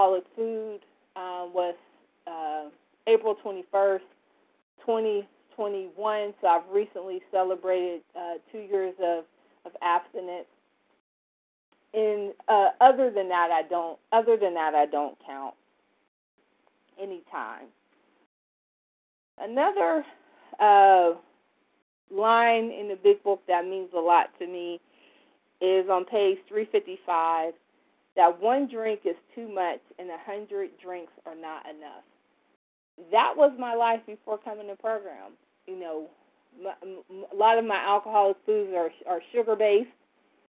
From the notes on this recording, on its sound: from the 100 Pounders Phone Meeting